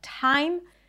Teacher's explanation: it could be an aspirated T, like at the beginning of words